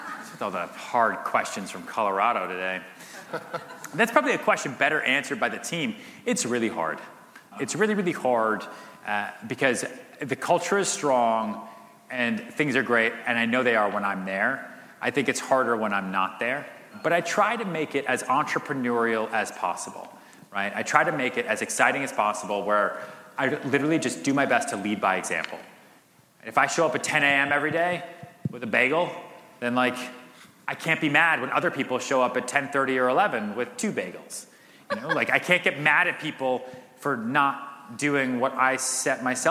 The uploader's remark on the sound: answers questions from audience members at The HyperFast Sales Summit